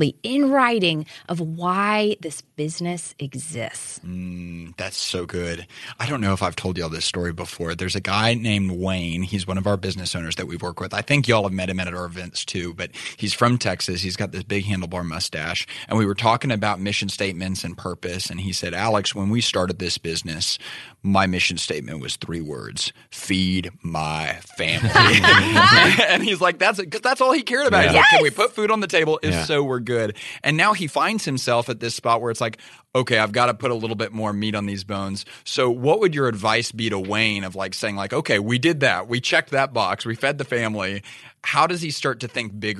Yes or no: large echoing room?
no